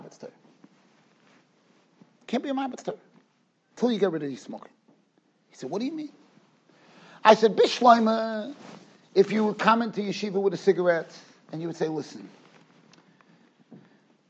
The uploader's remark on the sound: Shiur recorded in Yeshivas Ohr Reuven, Monsey NY.